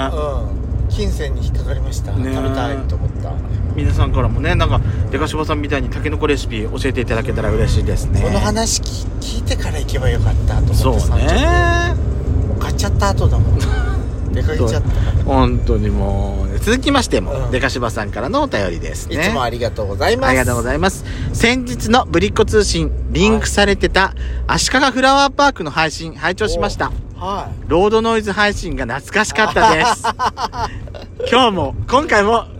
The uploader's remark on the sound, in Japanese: 久々のロードノイズが入ってます。2人組。ドライブ収録 #ロードノイズごめんね。